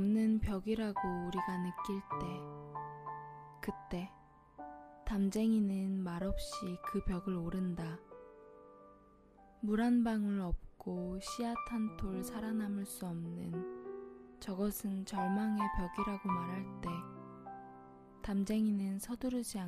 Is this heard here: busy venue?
no